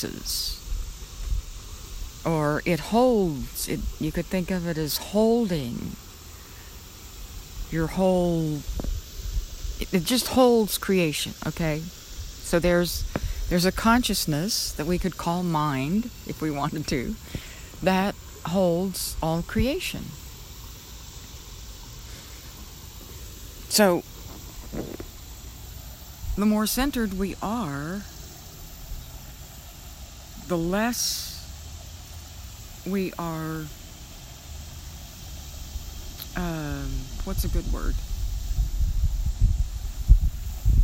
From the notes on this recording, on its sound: For our meditation today, I recorded the sounds of a creek that runs through the park where I often meditate. I think I got a good recording of the creek.